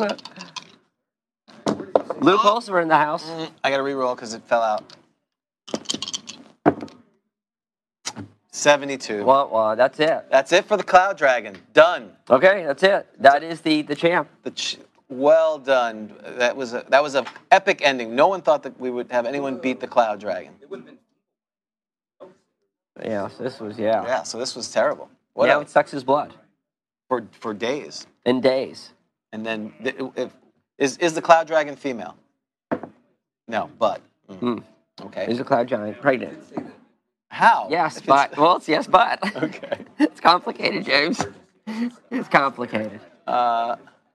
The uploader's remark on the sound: Live at Grogcon 23. Stream live for the last time while at Grogcon 23. The audio quality is as good as it can live in a big room.